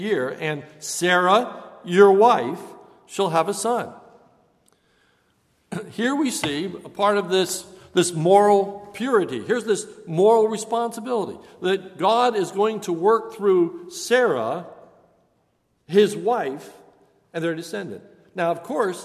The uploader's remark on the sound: This is a sermon recorded at Lebanon Bible Fellowship Church on 9/20/2015 during the evening service